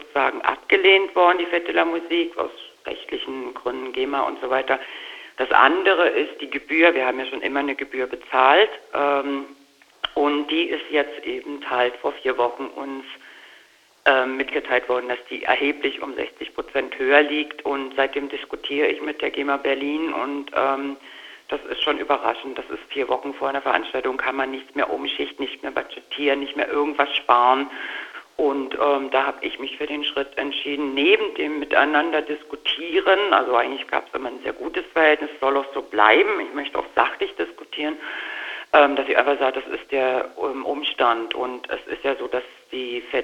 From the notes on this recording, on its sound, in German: Phoner-Interview. Von der Fete de la musique.